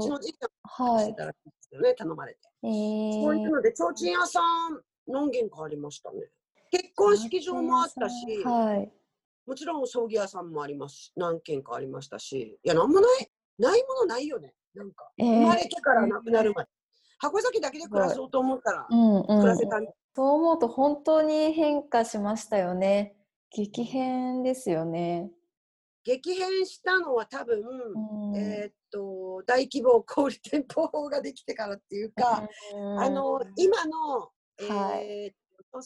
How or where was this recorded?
video call